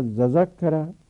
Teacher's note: و ادغام کنیم، مثلا ذکر برد به این با میشه تذکره، تا رو قلب میکنیم به زال میشه ززکره، زال رو در غار زال ادغام میکنیم